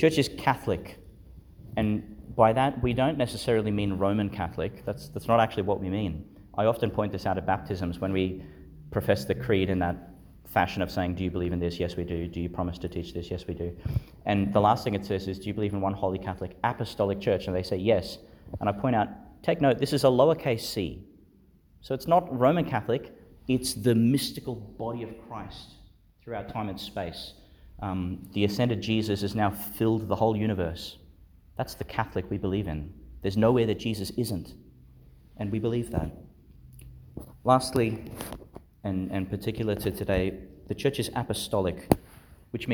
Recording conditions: large echoing room